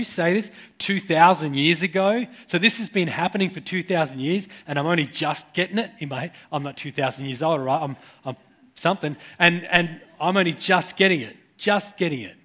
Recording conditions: live audience